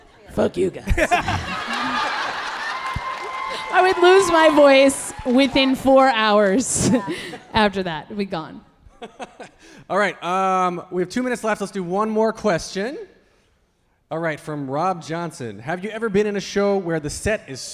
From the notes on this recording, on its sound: LIVE from BroadwayCon 2020 in New York City, here is the main stage panel. Conclude the event with BroadwayCon's largest selfie, ever!